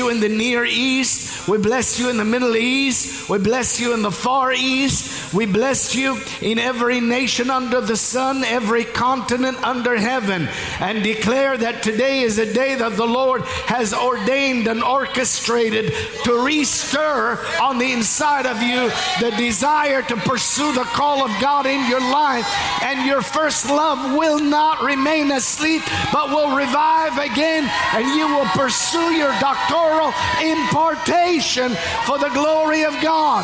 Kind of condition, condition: setting, large echoing room